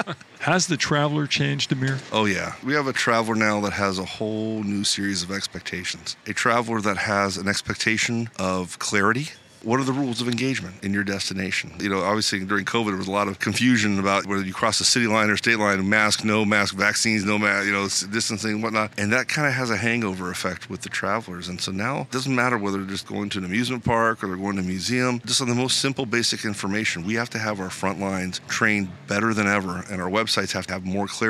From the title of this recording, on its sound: Live From ESTO